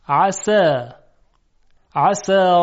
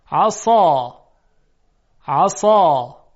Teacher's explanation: البته بحث سین و صاد رو در موقعی که ما مخرجشون رو توضیح میدادیم اونجا عرض کردیم، اما برای یادآوری و تمرین بیشتر، حرف سین دارای صدای ظریفی هست، اما حرف صاد دارای صدای درشت و مفخم هست